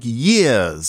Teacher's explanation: you let your R's go at the end of syllables · Term: R-lessness